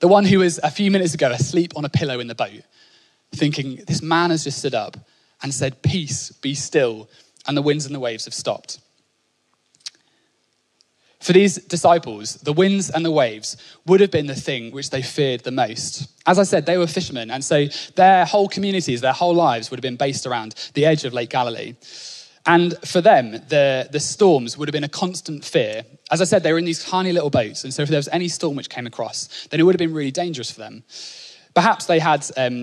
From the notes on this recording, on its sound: Onelife Conference 2022. Speaking at our 2022 Onelife Conference.